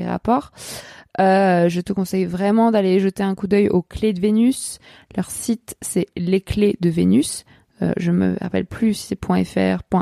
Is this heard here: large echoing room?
no